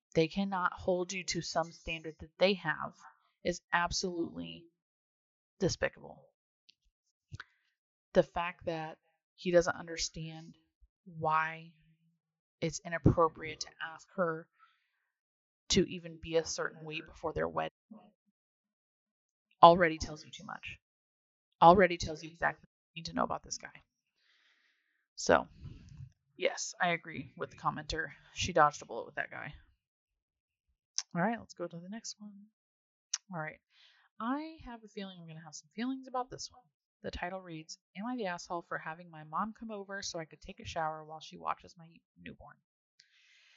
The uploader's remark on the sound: Apologies in advance for any audio inconsistencies.